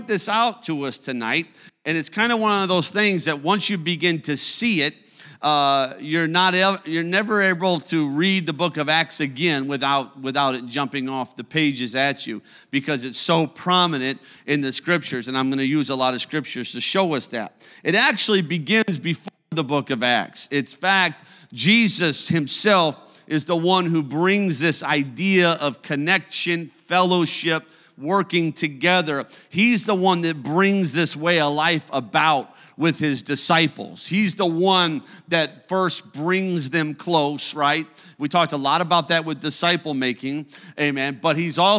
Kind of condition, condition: setting, large echoing room